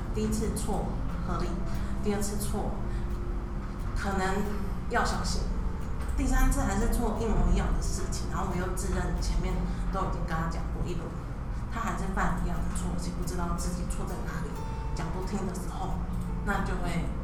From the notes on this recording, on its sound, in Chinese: 錄製時天氣下雨打雷，很抱歉真的修不掉，請大家幫忙自動過濾背景音。